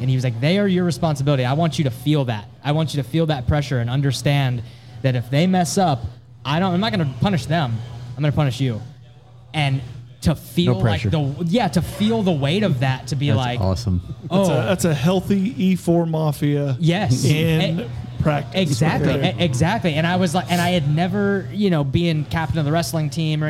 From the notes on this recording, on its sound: Taped at Line Creek Brewing Co., Fayetteville, GA